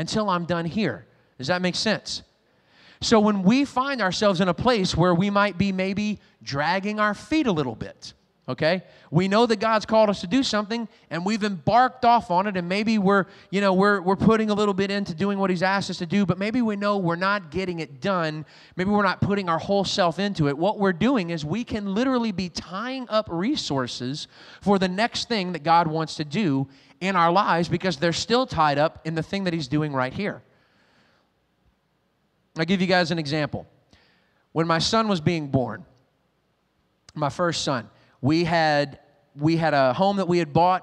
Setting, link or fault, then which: setting, large echoing room